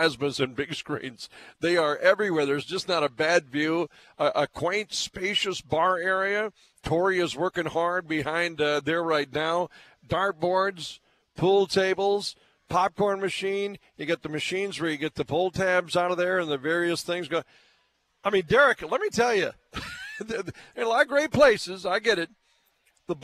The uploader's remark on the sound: broadcasting live from Bulldog Tap